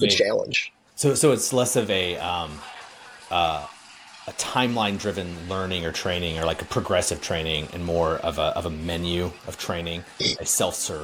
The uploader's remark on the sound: Live From Docebo Inspire